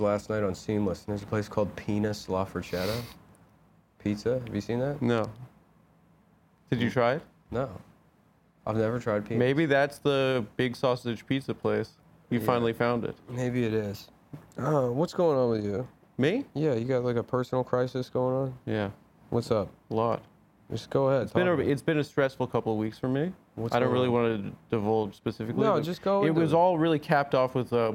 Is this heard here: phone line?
no